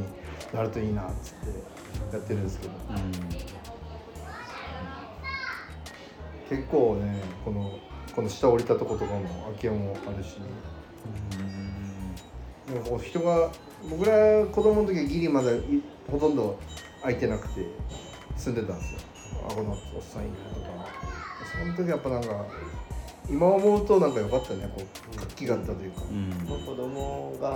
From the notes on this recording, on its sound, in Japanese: いつもの収録場所で行われていたワタリグラスの展示会（ ）で、急遽収録をすることに。いつもの収録場所で行われていたワタリグラスの展示会（ ）で、急遽収録をすることに。賑やかな収録となりました。